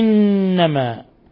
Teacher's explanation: نون مشددة حرف غنة مشدد يغن مقدار حركتين